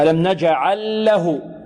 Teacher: اللام في اللام إدغام، إدغام مثلين